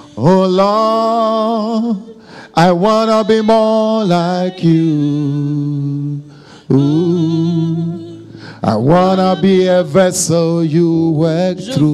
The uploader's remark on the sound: Preached during Joyful Hour Sunday Service Rabat